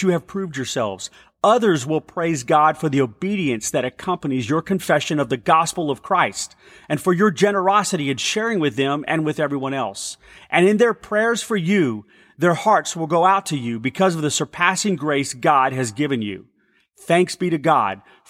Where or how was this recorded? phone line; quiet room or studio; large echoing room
large echoing room